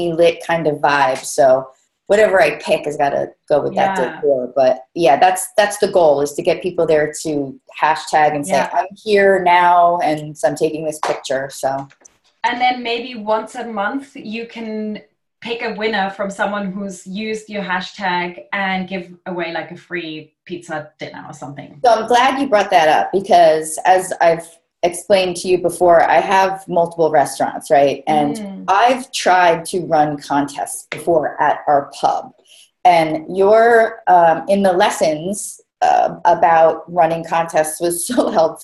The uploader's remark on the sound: Live Q&A Call